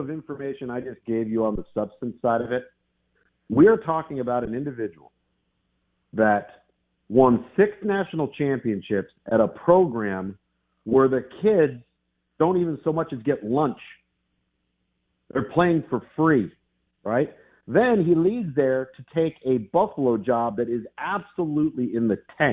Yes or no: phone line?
yes